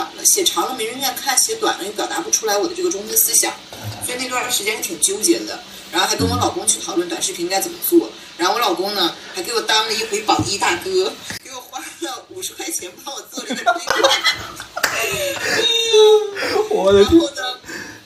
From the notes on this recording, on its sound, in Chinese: 那天我居然没有用腾讯会议去录而是用了手机去录。